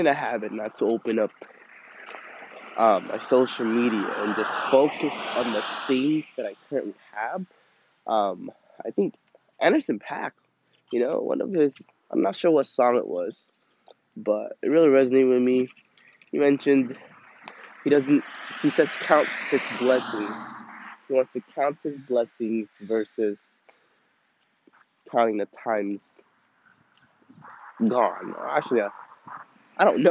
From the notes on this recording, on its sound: Quick little recording of a thought I had reflected upon while walking my dogs.